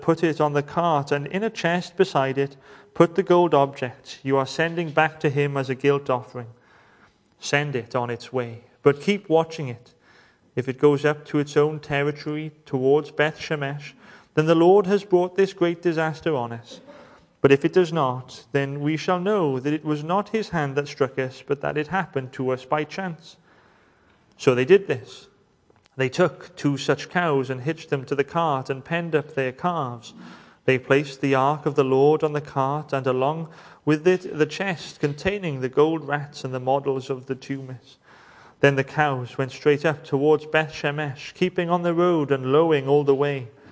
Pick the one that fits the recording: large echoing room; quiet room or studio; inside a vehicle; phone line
large echoing room